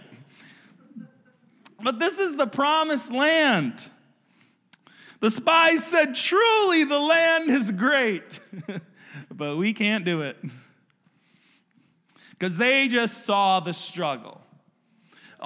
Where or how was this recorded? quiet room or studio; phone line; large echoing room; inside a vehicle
large echoing room